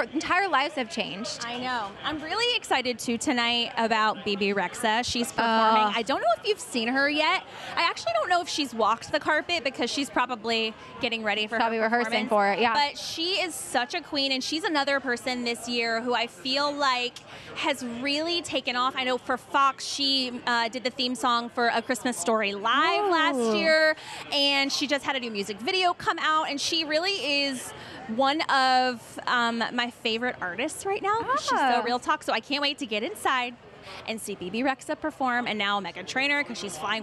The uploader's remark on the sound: Live on the Pink Carpet. From the Teen Choice Awards pink carpet.